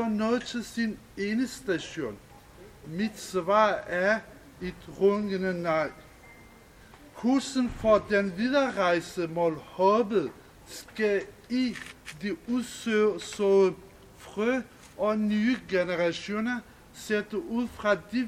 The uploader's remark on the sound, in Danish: Lyt med på live-optagelsen fra festivalafslutningen. I gårdhaven ved Dansk PEN på Christianshavn. 13 kunstnere medvirker med tekst og musik, oplæsning, digte, samtaler, oplæg, aktivisme og diskussion.